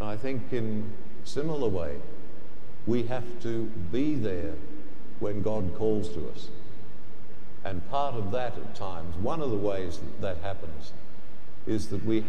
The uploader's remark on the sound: The homily from Sacred Heart Cathedral, Hamilton